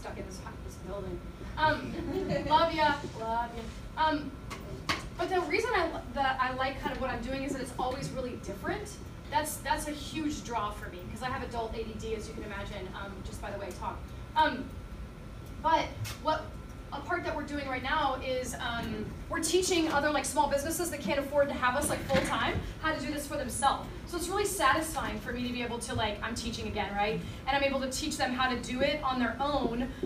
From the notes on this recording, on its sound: had with 80 high school students in Spring Hill, Tennessee